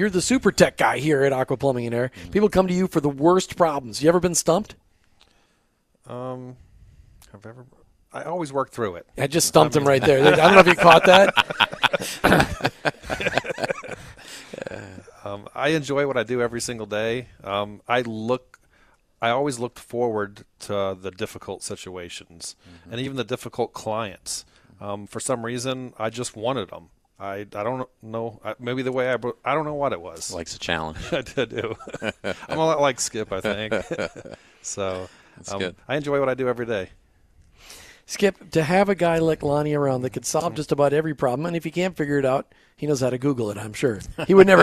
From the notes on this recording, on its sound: on location this afternoon at the Headquarters of Aqua Plumbing and Air in Sarasota